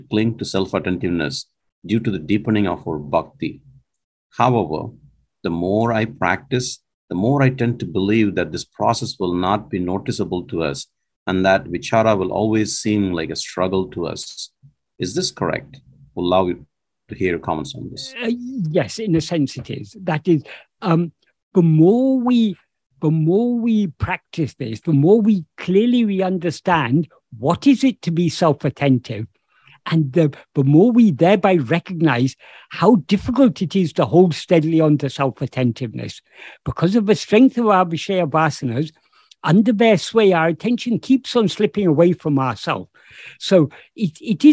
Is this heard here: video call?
yes